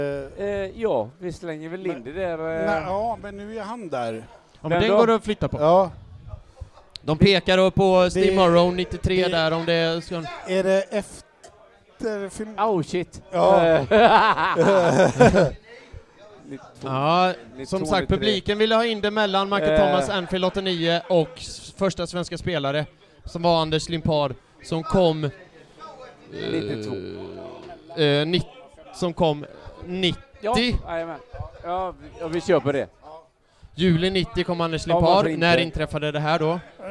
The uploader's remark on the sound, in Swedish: Live-podd från Cheers Pub. Detta är inspelningen från Arsenal Göteborgs andra förfest kopplat till 10-årsjubeliumet, Live-podden!